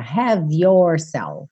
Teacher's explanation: Você vai juntar o V do have na próxima palavra